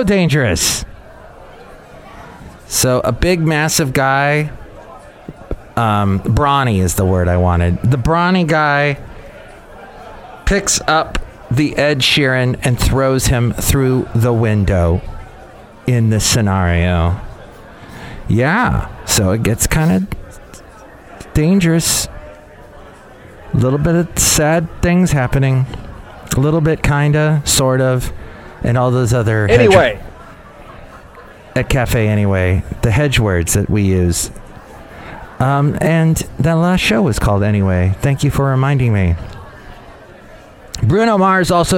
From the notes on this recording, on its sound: podcasts live from Café Anyway